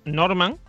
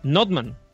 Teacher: O sea, la R no se pronuncia. · Shown in: second take